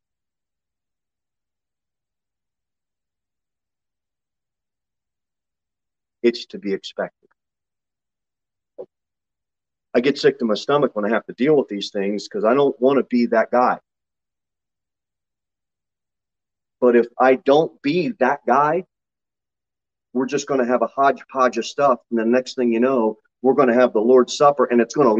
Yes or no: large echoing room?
yes